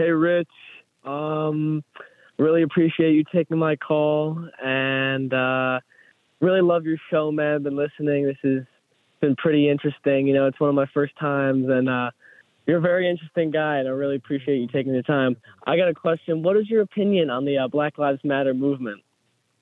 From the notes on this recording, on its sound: We take your calls in open phones across America.